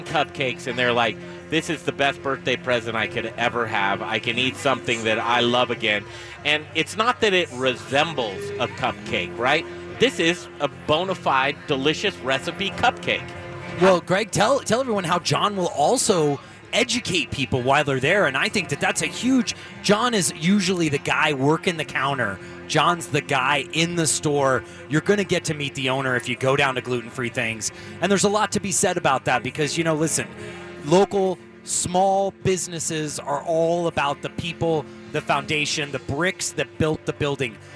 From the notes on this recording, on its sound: The Modern Eater Show was live at Rocker Spirits for their "Spring Whiskey Thang"! Rocker Spirits in Littleton is a neighborhood distillery with vodka, rum and of course whiskey!